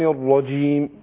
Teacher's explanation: الراء هنا مشددة مفخمة مفتوحة